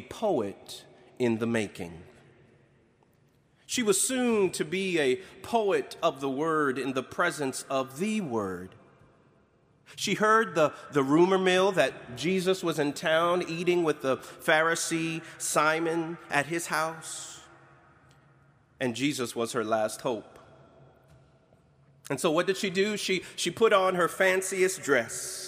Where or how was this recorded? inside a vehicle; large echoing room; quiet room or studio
large echoing room